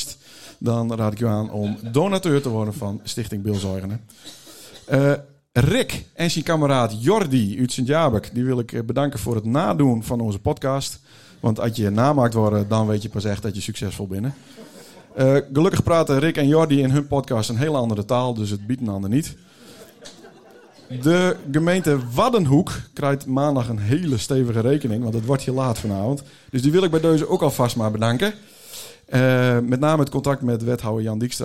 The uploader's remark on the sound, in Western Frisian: Live sjo, opnommen tiidens de utraiking op frijdeg 16 desimber in MFC Ons Huis St.-Anne.